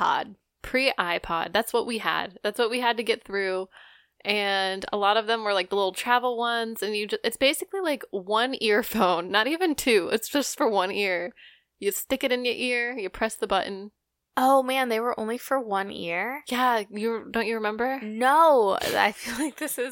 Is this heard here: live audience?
no